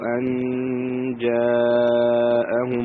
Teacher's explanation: ملاحظة الأولى، بل عجبوا أن جاءهم، هنا مد جائز فصل نمدوا بمقدار استحركات، أن جاءهم كذلك نون ساكنة بعد الجيم حكم الإخفاء مع الغنة